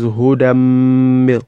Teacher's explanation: Then for the tanwin followed by a mimun, Malan says hudam mil. You are going to join it together.